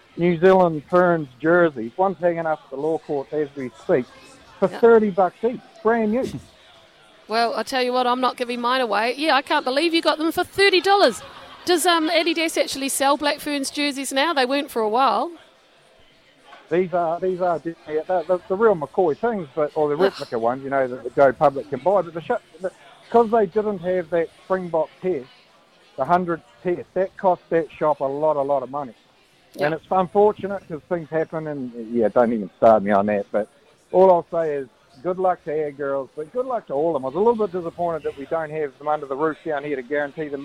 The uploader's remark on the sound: LIVE from Andy's Burgers & Bar